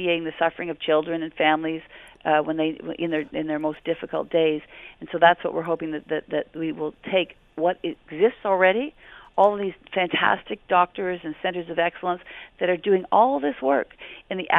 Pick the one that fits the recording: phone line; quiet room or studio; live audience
phone line